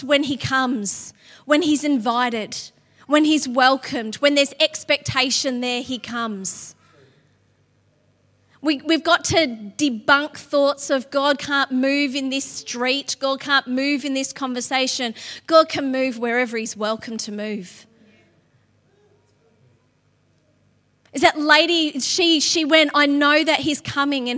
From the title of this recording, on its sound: LIVE at Echo Church